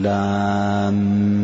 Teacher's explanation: والحروف المقطعة تنقسم إلى ثلاثة أقسام، إذا كان الحرف الواحد مشتمل ينطق بثلاثة أحرف مثل لام، فإذا بعده شدة نقول مد لازم حرفي مثقل مثل لاميم